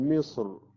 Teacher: مصر التفخيم تقريبا أكثر يميل إليه اللسان، وأيضا في الكتب قالوا هنا التفخيم أولى.